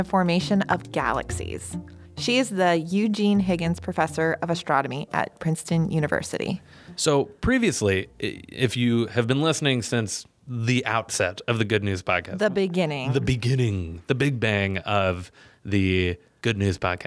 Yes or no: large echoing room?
no